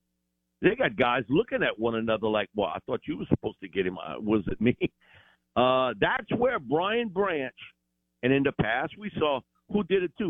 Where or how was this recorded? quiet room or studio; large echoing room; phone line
phone line